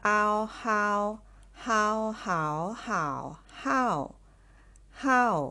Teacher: พยัญชนะกับสระก็คือตัวเดิมนะคะคือเสียง hแล้วก็ aแล้วก็ oค่ะคือเอาเฮาเหมือนกันแต่วรรณยุกต์ค่ะที่แตกต่างนะคะวรรณยุกต์จะออกเสียงเป็นเสียงที่ 4ค่ะ